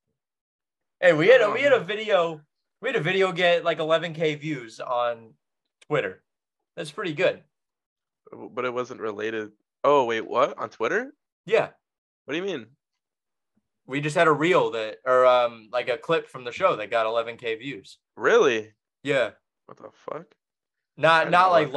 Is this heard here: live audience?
no